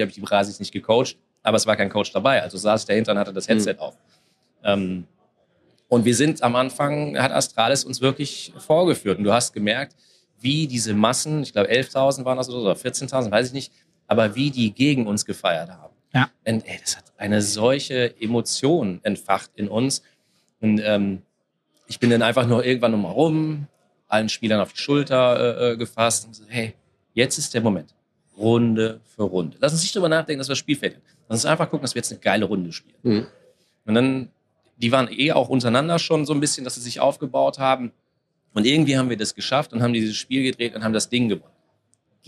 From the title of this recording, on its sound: IEM Cologne Live